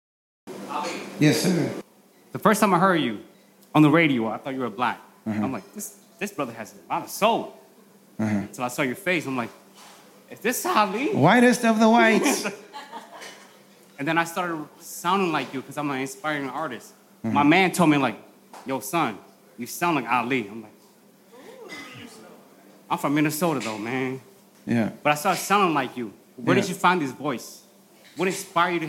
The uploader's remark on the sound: Live in Minneapolis. This week’s episode is a live recording. VIP Q&A sessions in Minneapolis.